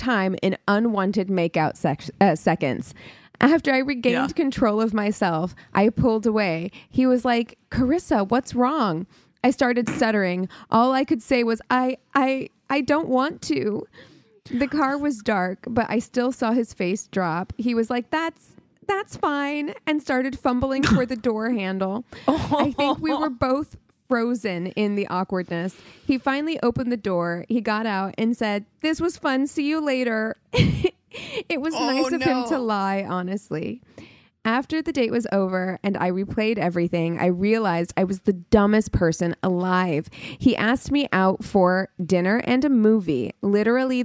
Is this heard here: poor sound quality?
no